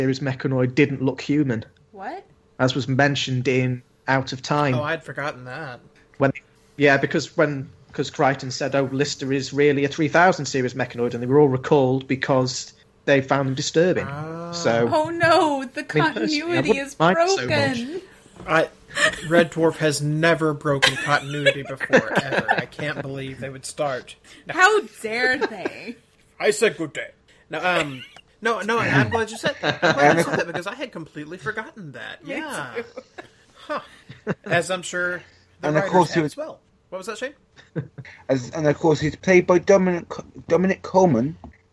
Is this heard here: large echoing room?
no